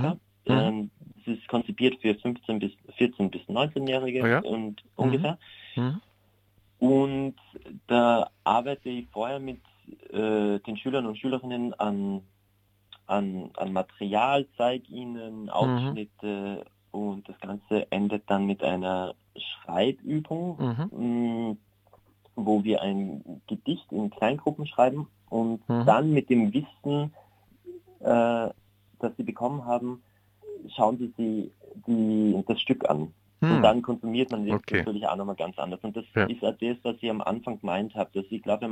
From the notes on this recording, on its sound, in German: Telefoninterview mit dem Künstler.